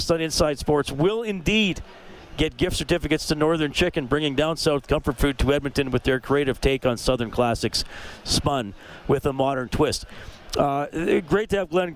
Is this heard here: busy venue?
yes